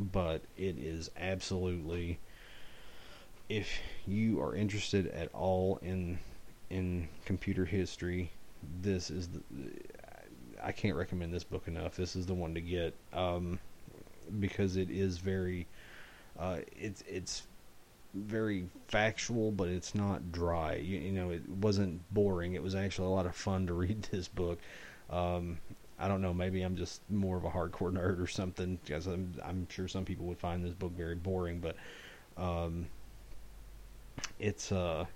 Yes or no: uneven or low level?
yes